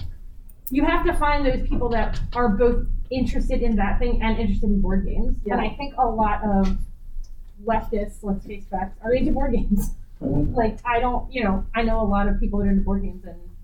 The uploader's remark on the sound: Recorded at Metatopia 2023